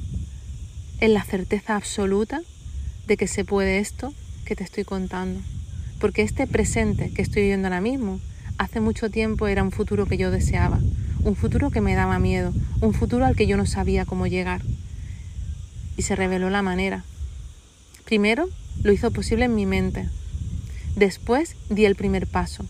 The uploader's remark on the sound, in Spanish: Está grabado en un sitio muy especial para mi, al aire libre, así que te pido de antemano disculpas por el ruido de fondo.